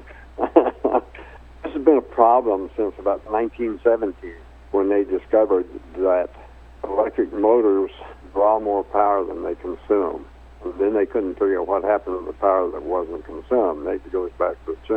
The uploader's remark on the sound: called in to SmallCapVoice